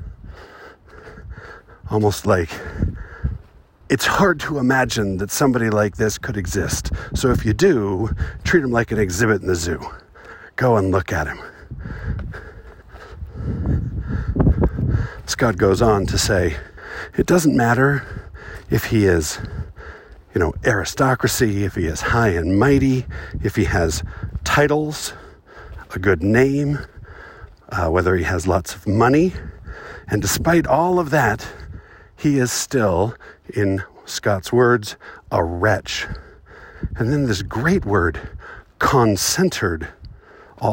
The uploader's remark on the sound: Recorded on the Watchman Overlook in Zion National Park. There are always too may people at Zion, but I found a spot where I could have some quiet privacy and record a poem. Unfortunately, technology was conspiring against me, and so this sounds kinda lousy.